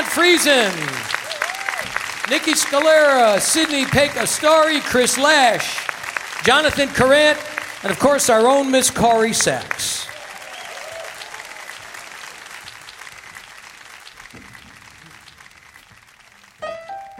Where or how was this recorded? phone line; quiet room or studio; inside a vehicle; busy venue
busy venue